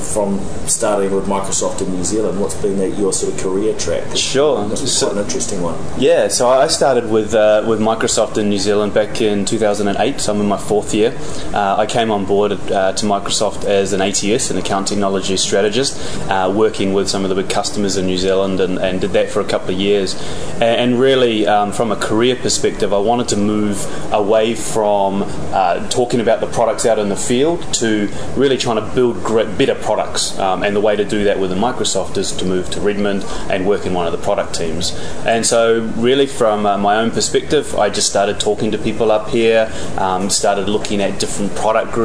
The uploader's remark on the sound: This special edition of the NZ Tech Podcast reports from Microsoft’s Worldwide Partner Conference (USA).